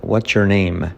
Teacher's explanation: Al unir what's, la T con la Y se convierte en un sonido J.